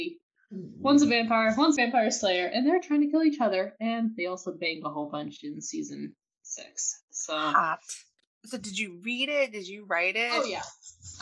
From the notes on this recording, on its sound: It's our first episode! Break in our mics (please excuse our mics!).